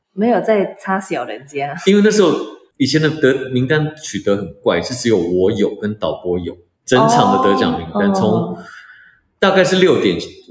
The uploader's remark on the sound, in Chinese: 遠距錄音，延遲和音質問題陸續解決中，請多包涵